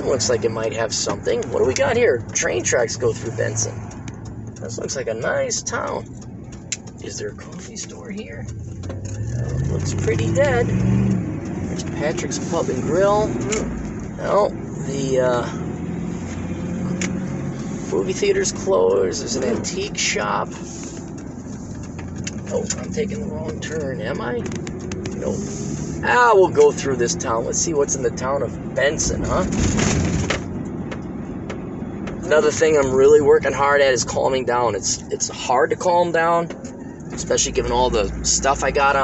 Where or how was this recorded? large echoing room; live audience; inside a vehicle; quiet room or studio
inside a vehicle